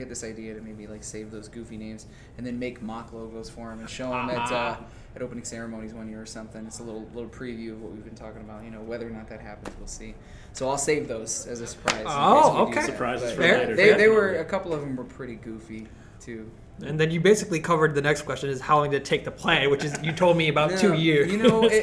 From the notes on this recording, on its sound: Live at Anime Magic 2019 Interview.